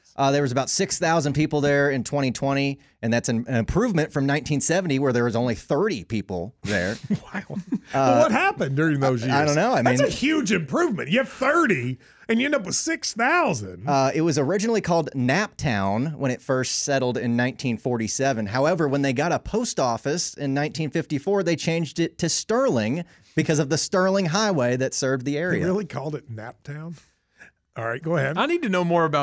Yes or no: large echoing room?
no